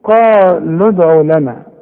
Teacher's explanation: هنلغي الواو دي، هنلغي المد ده تماما، كأن لام مضمومة فقط لا غير